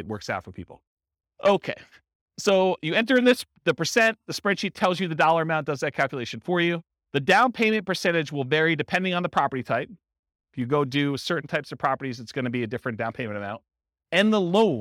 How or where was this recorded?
live audience